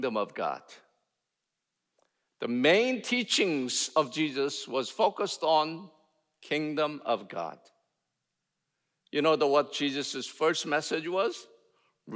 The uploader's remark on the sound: in #SWBTSChapel on October 26, 2023